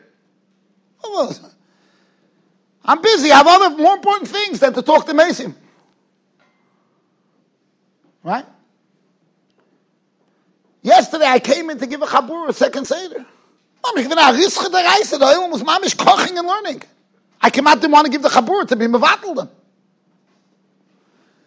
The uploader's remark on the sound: Shiur recorded in Yeshivas Ohr Reuven, Monsey, NY.